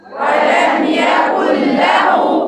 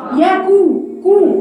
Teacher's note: يولد ولم يكن له ولم يكن له الكاف بتاع ياكو كو الكاف مضمومه صح ياكو كو ضمي شفايفك